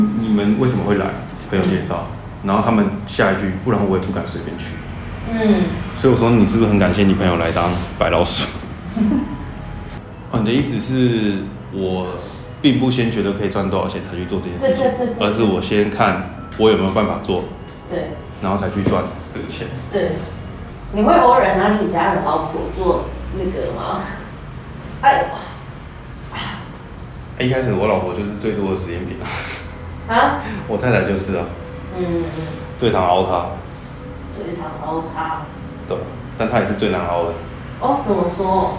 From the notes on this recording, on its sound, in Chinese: 於是我決定開啟我的手機錄音功能，錄下我跟整復師的對話。當然這過程伴隨著我可能按到哪個痛點會該該叫。或許音質不如錄音室一般清晰透亮。